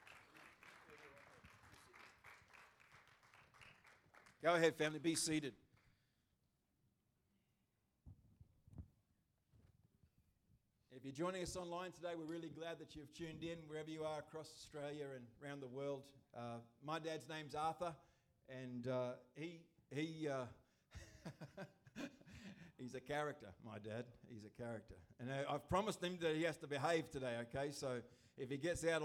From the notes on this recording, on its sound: Recorded Live at Destiny Church Atherton.